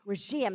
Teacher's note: It's the accent on the second syllable.